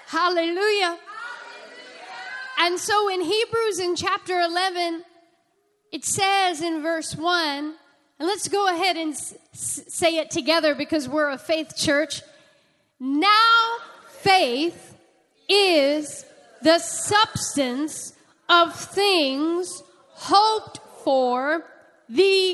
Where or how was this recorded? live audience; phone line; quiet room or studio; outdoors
live audience